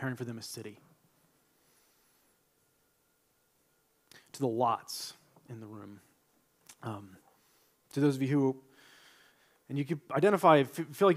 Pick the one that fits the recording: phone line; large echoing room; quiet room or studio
large echoing room